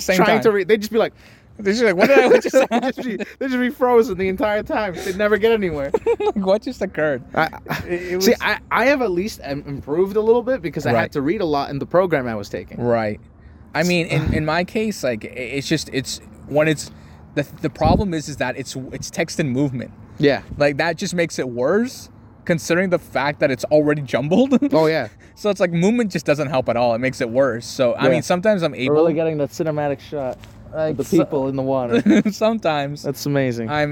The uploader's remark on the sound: We Took It Outside